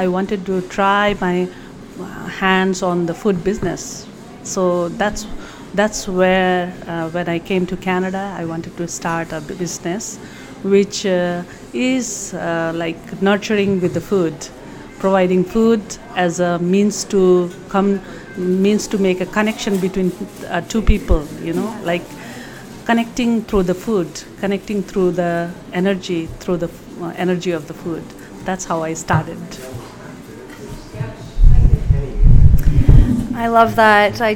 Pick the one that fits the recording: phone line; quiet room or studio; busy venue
busy venue